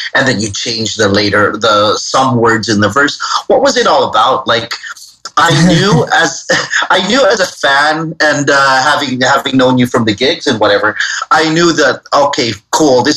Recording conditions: video call